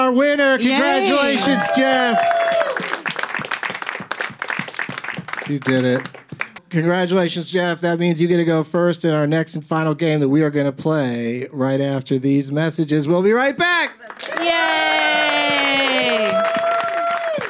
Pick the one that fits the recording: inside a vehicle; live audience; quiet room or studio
live audience